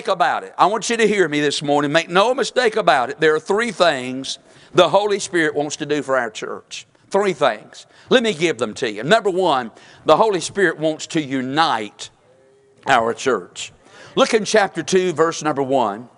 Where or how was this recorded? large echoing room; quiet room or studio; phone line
large echoing room